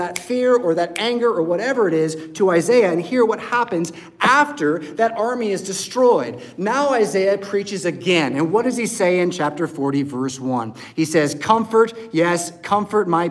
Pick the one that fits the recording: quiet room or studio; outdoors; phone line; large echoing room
large echoing room